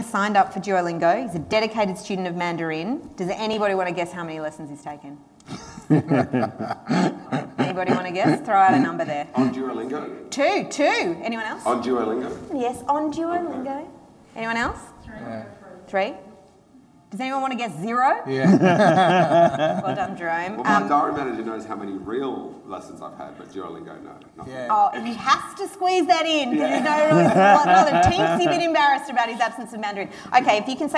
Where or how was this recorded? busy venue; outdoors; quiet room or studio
busy venue